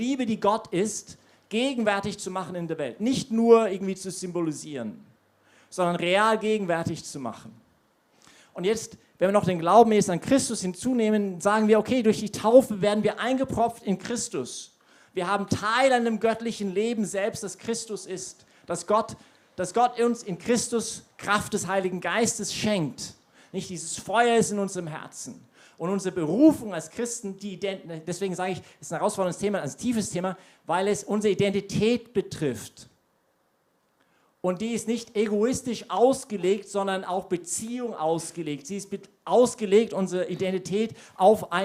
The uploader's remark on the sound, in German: Predigt aus der YP Messe